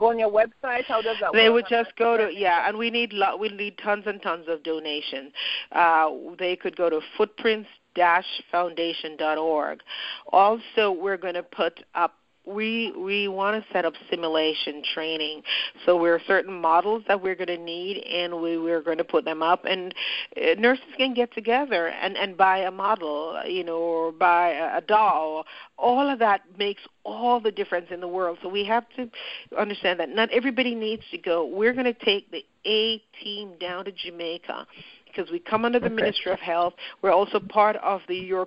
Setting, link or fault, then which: link, phone line